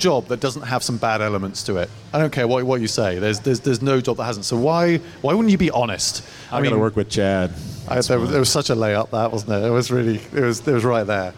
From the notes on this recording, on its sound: LIVE from Sun King Brewery. The mics were on.